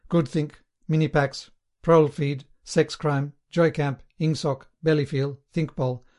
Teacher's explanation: words of two or three syllables, with the stress distributed equally between the first syllable and the last. The use of them encouraged a gabbling style of speech, at once staccato and monotonous.